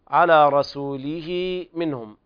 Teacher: على رسوله منهم، هذه مد صلة صغرى تصل الهاء بياء لفظية حال الوصل فقط